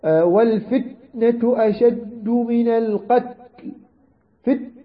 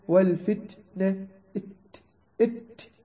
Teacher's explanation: أما التاء فهو غير مقلقل، التاء يكون فيه يعني صفتان، الشدة والهمس · Shown in: second take